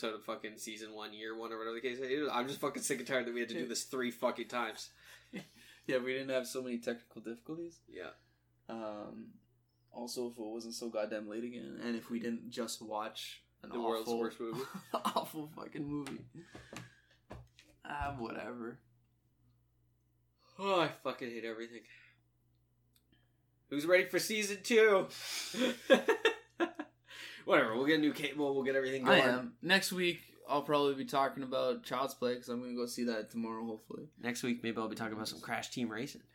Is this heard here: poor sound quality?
yes